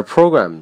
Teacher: 要把 a 这个元音读得比短音稍长一些 · Term: 半长元音